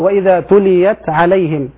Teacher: أظهرت التاء لأن التاء من طرف اللسان والعين من وسط الحلق وبينهما بون شاسع.